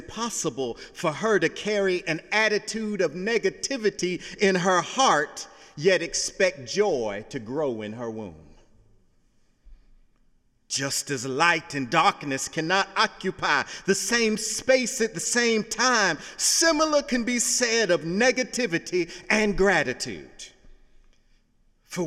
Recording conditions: large echoing room